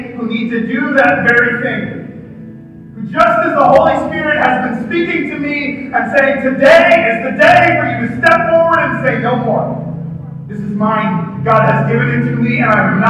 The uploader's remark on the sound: This is raw audio from a service today. Unedited. I wasn't planning to record it.